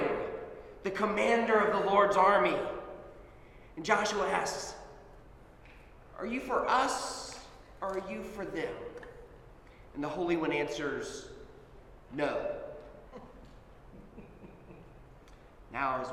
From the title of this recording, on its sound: Sermon at Holy Trinity Anglican Church